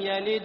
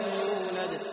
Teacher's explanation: الأولى صغرى والثانية كبرى، لأن الثانية موقوف عليها بينما الأولى غير موقوف عليها